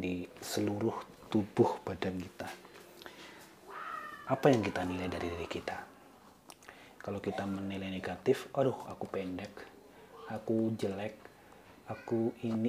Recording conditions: background noise